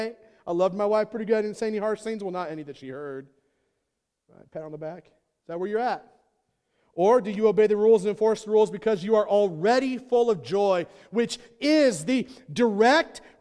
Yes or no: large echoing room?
yes